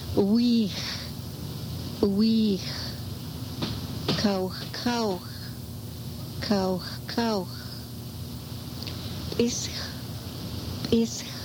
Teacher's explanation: This has a hissing sound, but you make it way in the back of your throat. · Term: soft front X